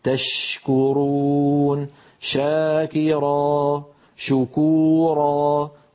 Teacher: الشين تخرج من وسط اللسان مع وسط الحنك الأعلى كما نرى، ولكن يبقى المخرج مفتوحا. تشكرون، شاكرا، شكورا، كل شين مهما كان وضعها فهذا مكان خروجها.